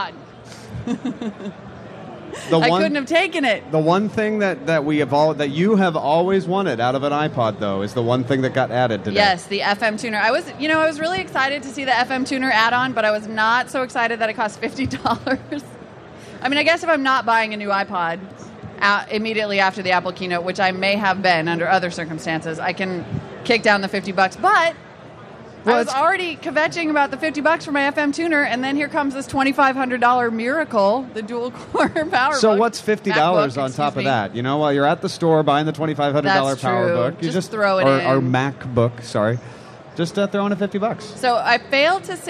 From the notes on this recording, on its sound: Live from Macworld.